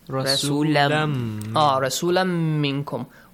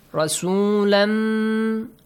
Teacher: إِدْغَام must be applied. You have to merge تَنْوِين to ميم.